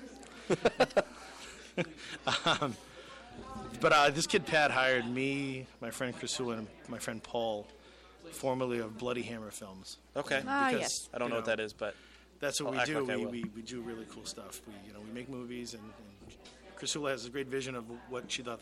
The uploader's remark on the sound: We are live from the Provoked Premiere!